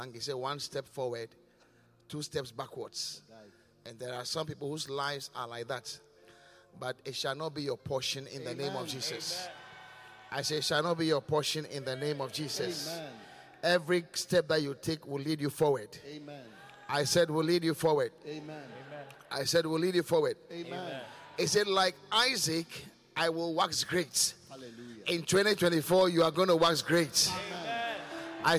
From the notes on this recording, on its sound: Preached at The Qodesh